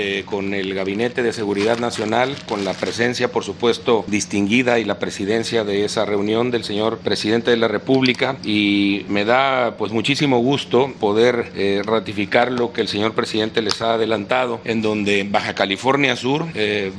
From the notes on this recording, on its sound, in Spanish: Conferencia de prensa en vivo, desde Baja California Sur.